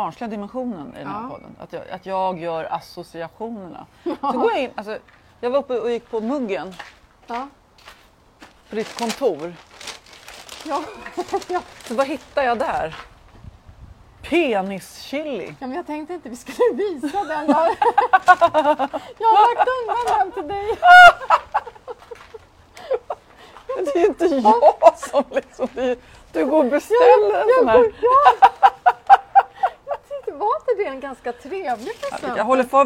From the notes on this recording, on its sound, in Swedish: Vi ber om ursäkt för eventuella brister i ljudkvalitén då denna sändning gjordes utomhus i den något blåsiga vårkvällen